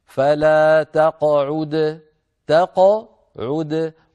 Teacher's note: تعالى فلا تقعد، تقعد هنا قاف ساكنة قبلها مفتوح بعدها مضموم، فعلينا أن ننطق هذه القاف الساكنة المقلقلة غير متأثرة لا بالفتحة التي قبلها ولا بالضمة التي بعدها